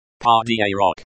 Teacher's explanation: The g in the word подарок is pronounced like the g in the English word gate. The stress is on the second syllable of подарок.